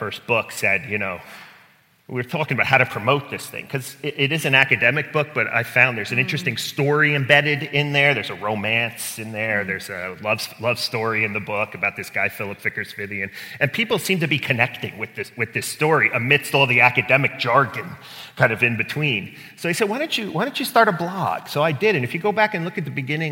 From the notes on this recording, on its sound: Live at Messiah College Educator's Day. The Office of the Provost at Messiah College surprised the faculty at their annual Educator's Day with a live recording of our podcast.